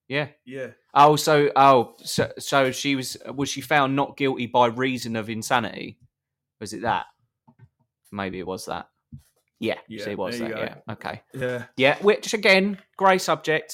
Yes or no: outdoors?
no